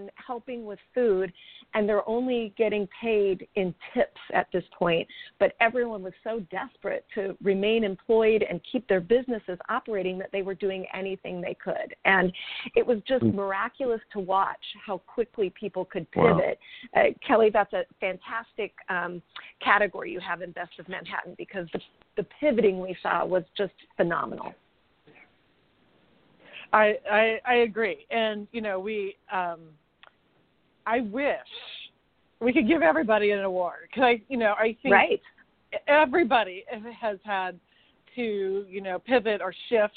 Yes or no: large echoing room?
no